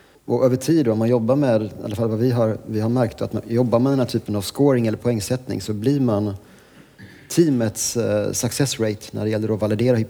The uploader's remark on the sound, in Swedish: Detta är Growthpoddens första live podcast inspelat på konferensen Next Data i Stockholm.